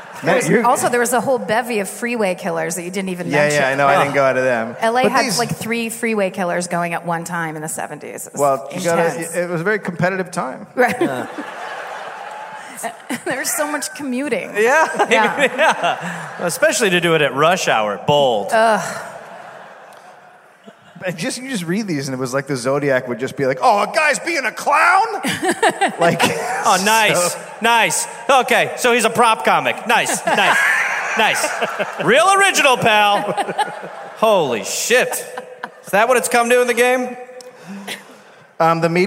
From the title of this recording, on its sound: Live in LA